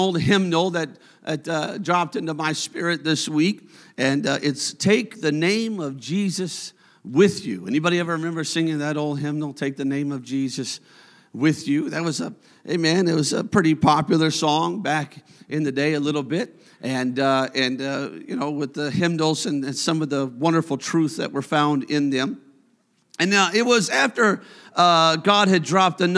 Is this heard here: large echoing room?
yes